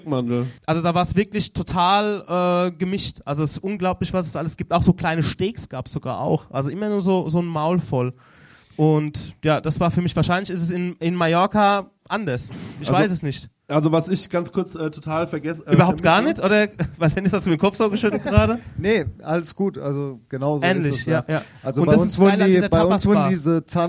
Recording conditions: live audience